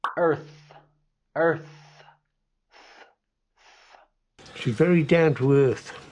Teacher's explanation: En la palabra earth, tenemos el sonido TH mudo